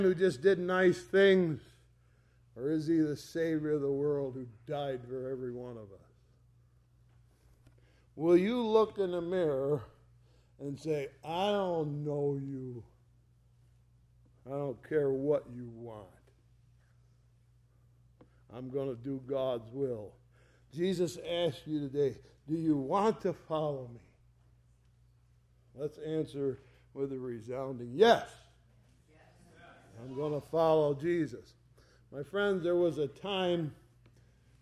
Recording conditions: large echoing room